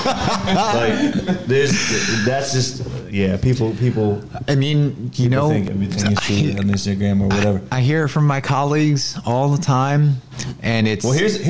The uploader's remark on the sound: recorded at Onyx Elite's Winter Performance Camp